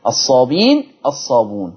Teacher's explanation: هنا برضو كلمة الصابئين الصابئون كل ده يحذف الهمز، الكلمات دي لورش عن نافع يحذف فيها الهمز